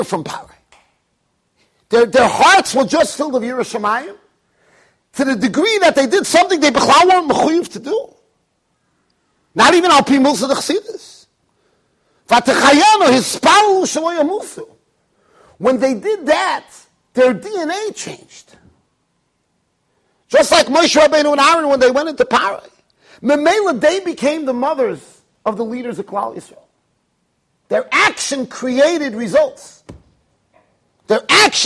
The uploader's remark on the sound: Shiur recorded in Yeshivas Ohr Reuven, Monsey NY.